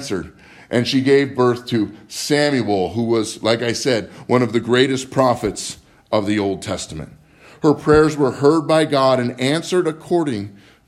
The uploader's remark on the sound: Live From Living Word Lutheran Church